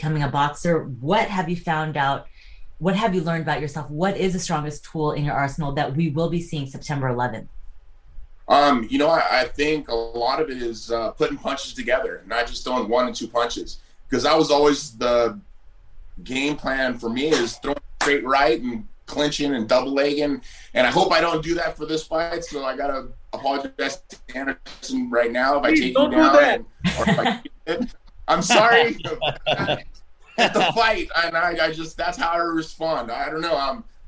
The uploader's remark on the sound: VIRTUAL PRESS CONFERENCE